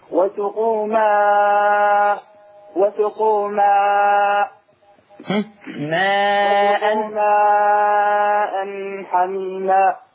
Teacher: وسقوا ماء حميما، أظهر التنوين ليس معه غنة